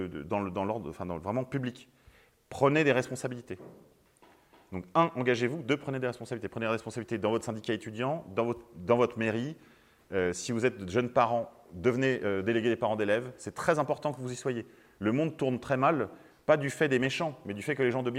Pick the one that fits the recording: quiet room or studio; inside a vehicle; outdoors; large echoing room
large echoing room